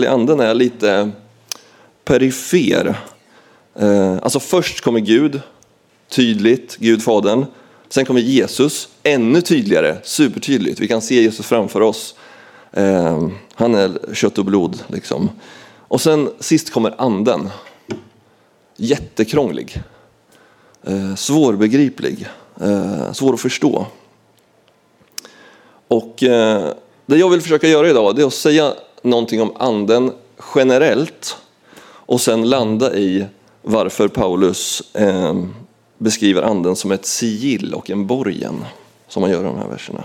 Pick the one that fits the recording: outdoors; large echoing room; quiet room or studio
large echoing room